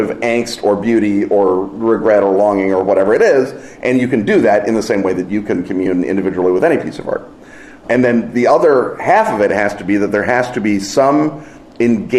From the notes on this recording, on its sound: Our annual live episode recorded at London’s Dragonmeet finds our audience of expert questioners in a substantive mood.